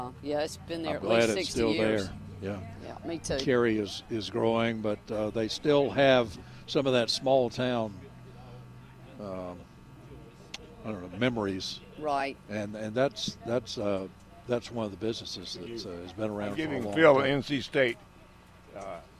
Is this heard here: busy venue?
yes